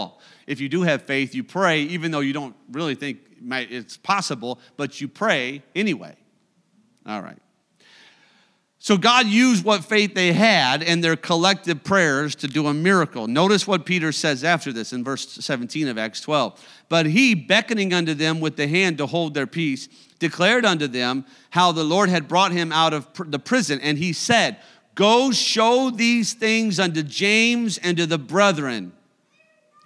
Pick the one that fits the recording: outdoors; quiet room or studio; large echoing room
large echoing room